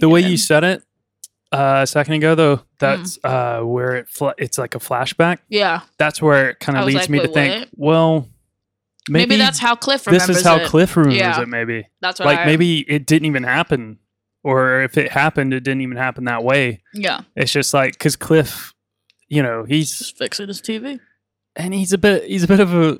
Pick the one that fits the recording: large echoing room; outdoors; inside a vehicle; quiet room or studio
quiet room or studio